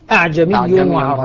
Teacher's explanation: قرأ هشام بإسقاط همزتها الأولى وتحقيق الثانية · Term: بهمزة واحدة